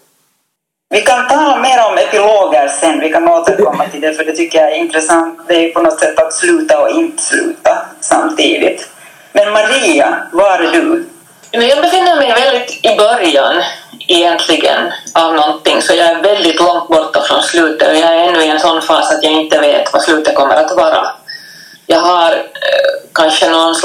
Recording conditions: poor sound quality